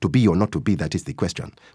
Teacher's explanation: West African tends to be syllabic, and that means a heavy emphasis on most syllables